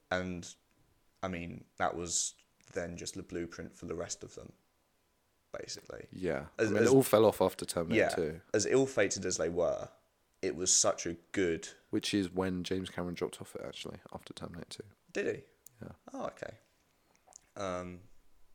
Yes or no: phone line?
no